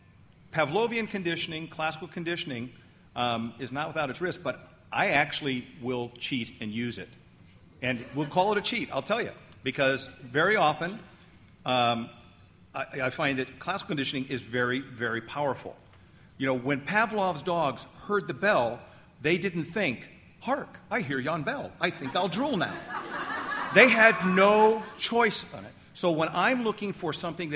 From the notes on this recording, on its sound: excerpt from the ClickerExpo 2010 panel discussion